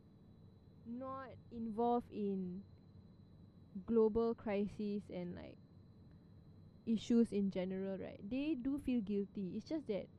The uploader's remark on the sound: Sorry for the Bad Audio hahahah we were recording next to a ventilator.